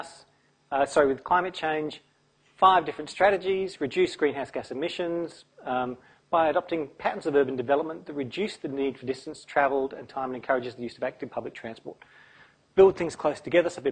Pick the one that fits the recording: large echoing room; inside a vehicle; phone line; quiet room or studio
large echoing room